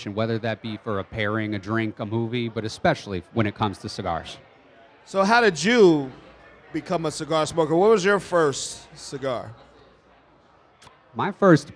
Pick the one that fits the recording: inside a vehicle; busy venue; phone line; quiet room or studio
busy venue